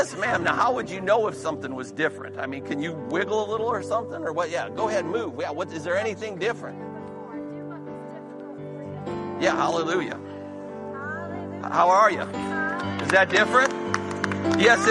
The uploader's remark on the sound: This recording is of the whole service.